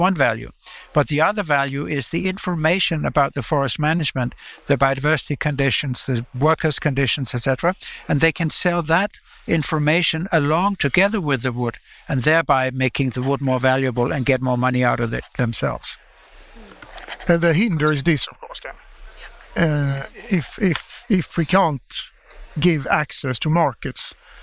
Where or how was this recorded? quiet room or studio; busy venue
busy venue